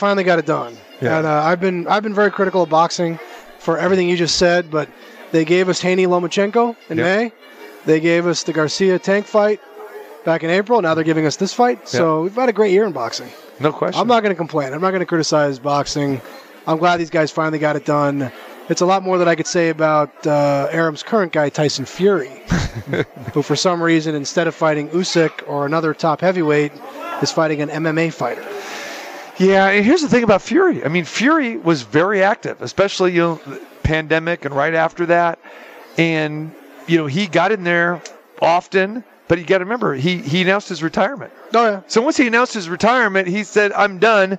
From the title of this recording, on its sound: Live from the Super Book at the Westgate Las Vegas